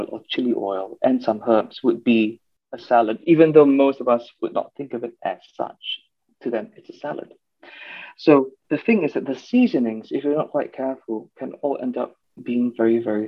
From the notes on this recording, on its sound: Over Zoom call.